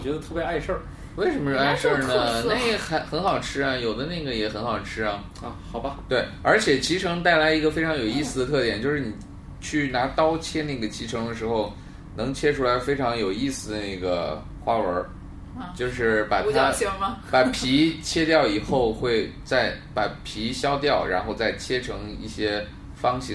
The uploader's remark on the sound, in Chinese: 本期节目为在张大妈办公区用录音笔录制，可能有街道上的杂音，请见谅。